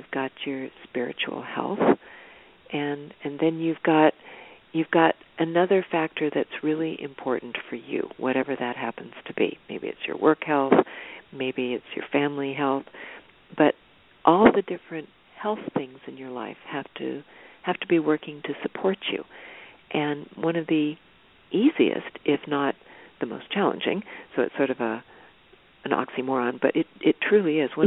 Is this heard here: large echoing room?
no